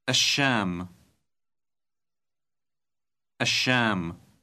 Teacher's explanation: the definite article al, which causes the L sound to change to the sh sound